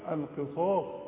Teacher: والصاد أعلى درجات التفخيم